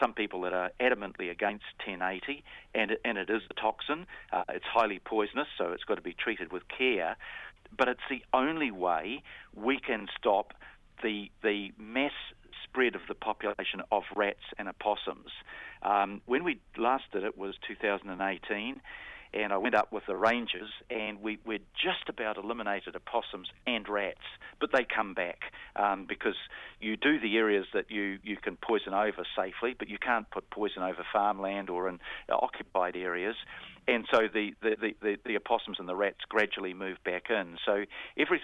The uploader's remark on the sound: phones up for his weekly chat